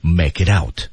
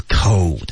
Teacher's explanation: Make it out 和 code,关键这个双元音就非常饱满